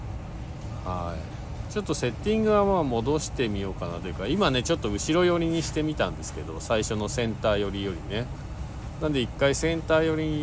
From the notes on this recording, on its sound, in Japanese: 本日、白馬岩岳スキー場で滑り終了後 白馬さのさかスキー場に移動してクールダウンの２本 その後に車の中から。Stand.fm。